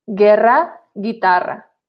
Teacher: And we can give the same sound to the vowels E and E if we put a U in between. The U in this case is silent.